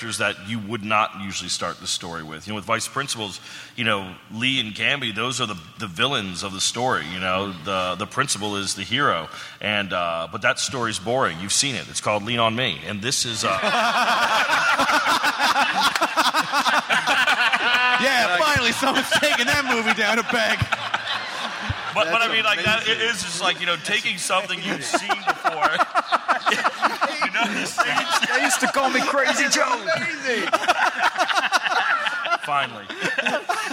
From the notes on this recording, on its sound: It's the first show from SDCC 2016 at the Balboa Theater! Takes some questions from the audience.